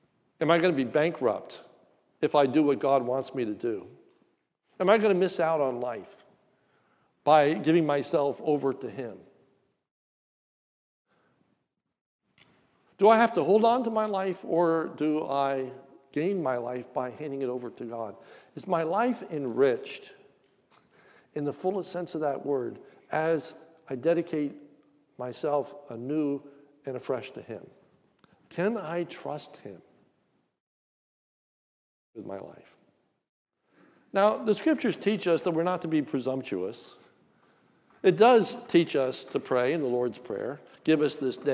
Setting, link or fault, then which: setting, large echoing room